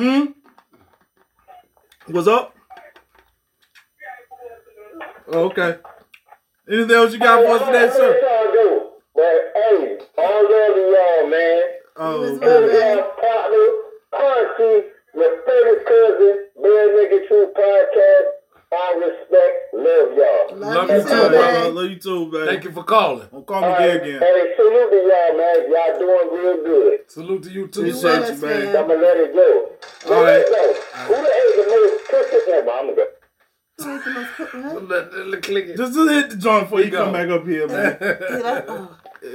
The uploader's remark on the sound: We also get a multitude of phone calls from an avid watcher and our 4th cohost